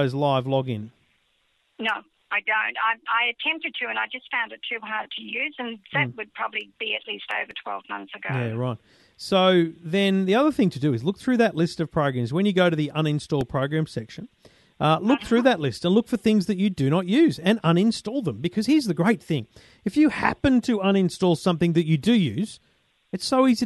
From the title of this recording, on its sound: loads of calls!